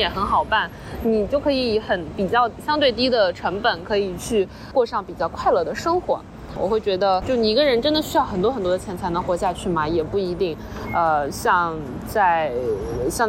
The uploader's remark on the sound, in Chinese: 这期是来自塞尔维亚首都贝尔格雷德街头的现场报道。